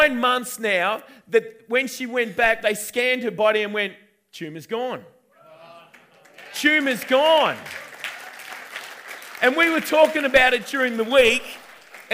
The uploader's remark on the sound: recorded on 10/11/2019 at the 9am gathering at River Edge Church